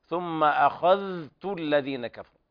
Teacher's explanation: الذال ليس فيها قلقلة، الذال ليس فيها قلقلة، تظهر عند حفص وكذلك ابن كثير وكذلك رويس عن يعقوب، أما باقي القراء على الإضغام ثم أخذت الذين كفروا.